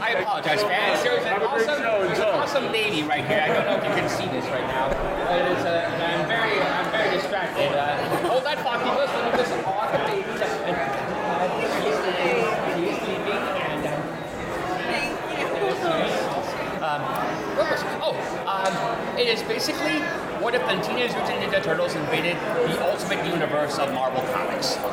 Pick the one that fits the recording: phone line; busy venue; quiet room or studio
busy venue